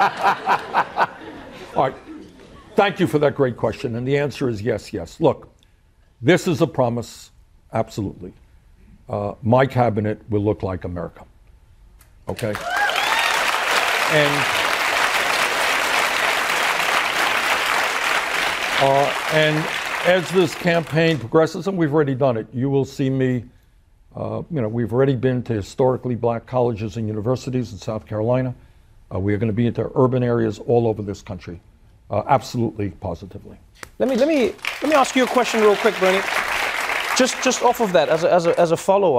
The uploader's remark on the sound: answer questions from the audience